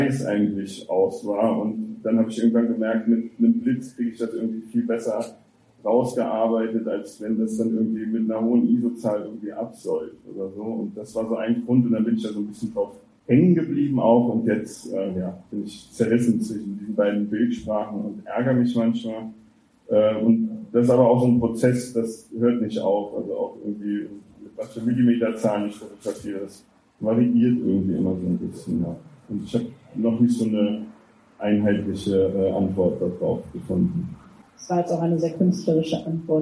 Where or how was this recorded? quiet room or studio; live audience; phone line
live audience